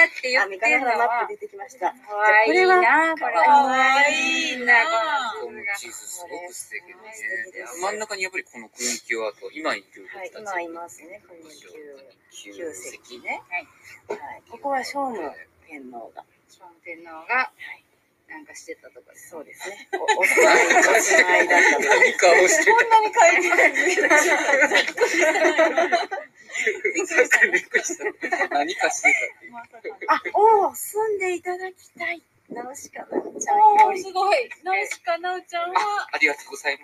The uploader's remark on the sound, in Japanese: 初の野外収録。京都府木津川市加茂町にお出かけライブ収録してきましたよ！！